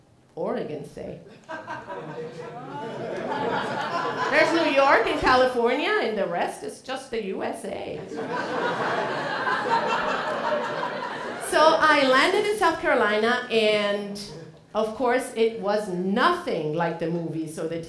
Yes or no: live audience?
yes